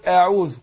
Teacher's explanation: لأن كتير من الناس بيفخموا الهمزة، قول أعوذ أعوذ، لا مش أو، يبقى أقول أعوذ بالله من الشيطان الرجيم، يبقى هرقق الهمزة وبعدين أدخل برضو على العين مرققة